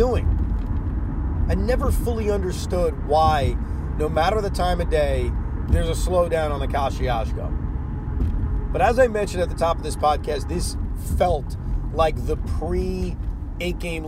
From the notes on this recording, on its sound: While driving home from Barclays Center.